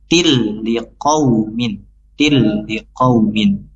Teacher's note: Ya, tidak ada penahanan apapun. Langsung dimasukkan kasrah tainya ke huruf lam yang bertasydid. Hukumnya idgham bila guna. · til liqaumin di sini idgham bila guna tanpa dengung.